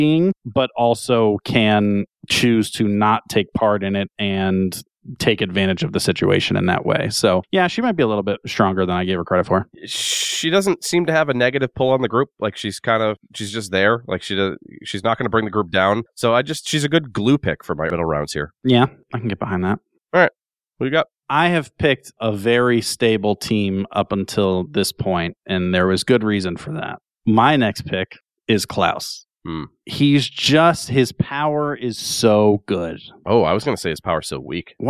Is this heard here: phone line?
no